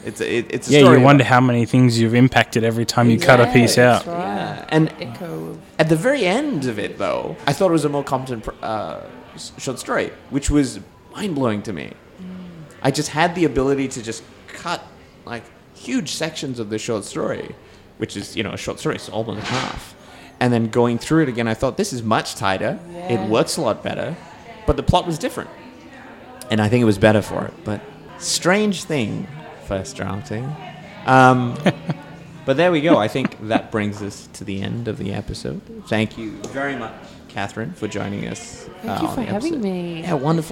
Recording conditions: busy venue